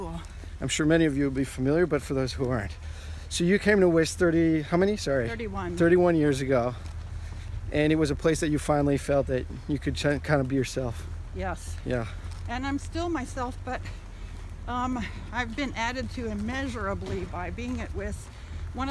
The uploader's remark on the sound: Walking through the Tregaron Conservancy near the Cleveland Park and Woodley Park neighborhoods of Washington, DC. Treagaron Conservancy - Washington, DC.